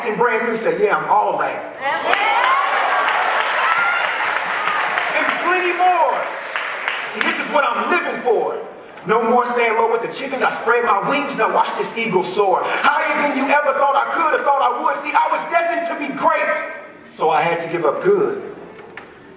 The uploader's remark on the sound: A keynote speech from 2015 at my alma mater, Bishop O'dowd High School.